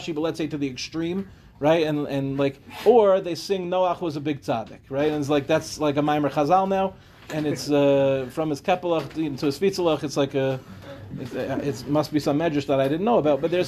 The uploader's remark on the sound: This shiur, delivered in Yeshivat HaKotel for the newly formed Acheinu program